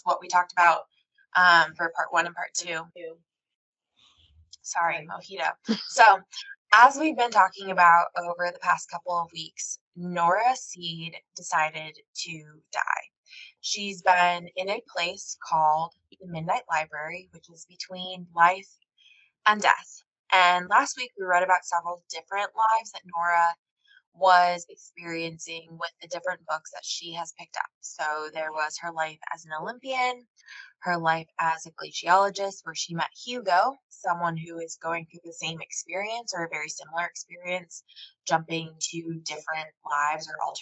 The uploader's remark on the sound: We made a terrible error in the recording of this episode, and the audio is less than stellar. You'll notice there are sections we have re-recorded for the sake of your ears, but we didn't re-record the whole thing.